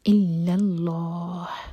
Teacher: لام جلالہ ہیوی ہوگا اور ہا پر رکیں گے تو میک شیور کہ ہا کا ساؤنڈ کلیئر آئے